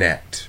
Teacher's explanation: the whole rim of the tongue is sealing off on the alveolar ridge, which goes all the way around. And so it's in that place, in the middle, that we're stopping, but also all the way around, because we have to stop completely the oral flow.